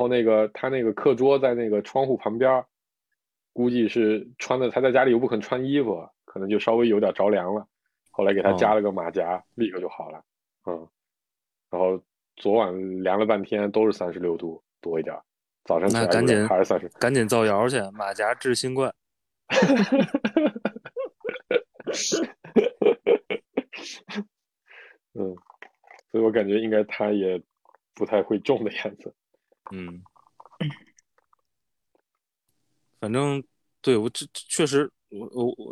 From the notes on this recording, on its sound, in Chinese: 随着疫情防控形式的陡然变化，我们经过了一系列的考虑后，又一次采用了线上录制的方式。三位主播身处近期疫情传播最厉害的北京。